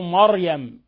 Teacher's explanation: ولاحظوا مريم، ولا نقول مريم، بعض الناس يرققون الراء، الراء هنا مفخمة، الميم مرققة، ما مريم، التفخيم للراء وليس للميم